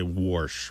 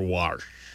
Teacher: well-respected people of all types who have this intrusive R and say warsh or wash · Shown in: first take